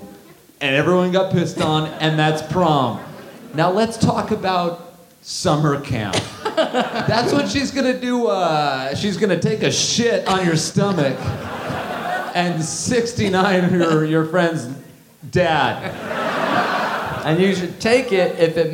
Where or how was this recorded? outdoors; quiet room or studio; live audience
live audience